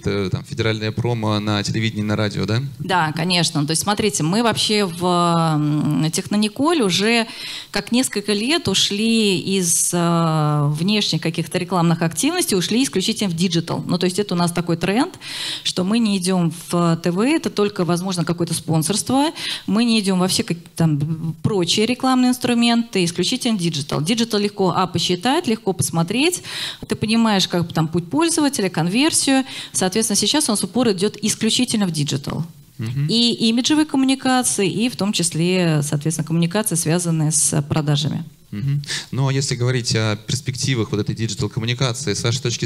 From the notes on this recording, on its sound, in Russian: Перед вами запись с конференции D2C Day.